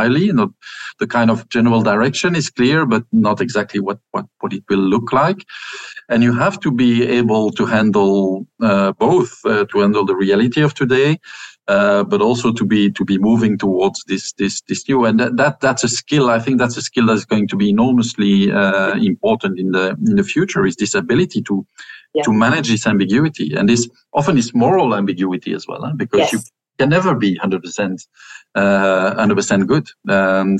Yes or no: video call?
yes